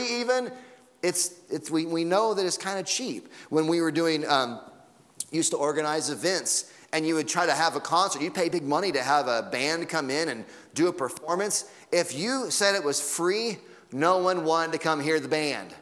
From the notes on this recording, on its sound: Sunday Morning Sermon Audio